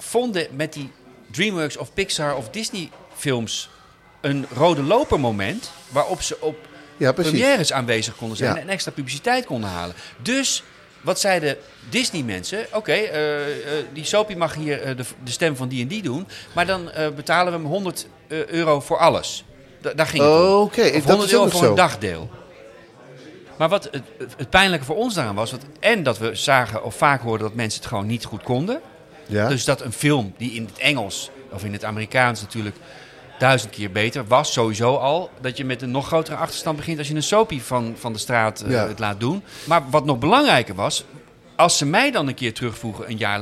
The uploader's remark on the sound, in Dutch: De podcast wordt live opgenomen in café Eik en Linde , te Amsterdam.